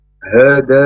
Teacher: huruf h dari tenggorokan yang paling bawah